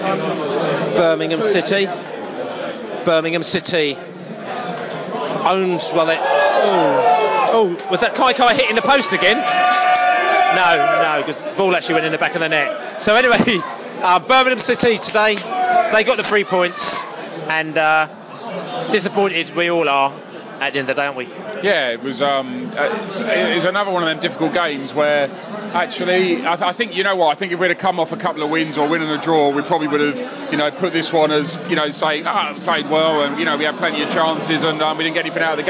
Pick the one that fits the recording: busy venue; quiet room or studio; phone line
busy venue